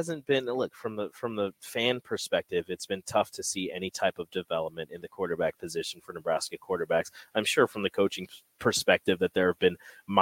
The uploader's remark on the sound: LIVE from CHI Health Center